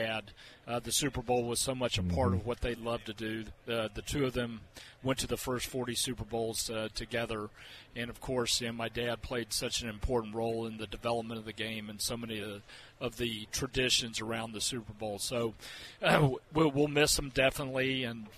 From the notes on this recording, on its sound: live from radio row in Las Vegas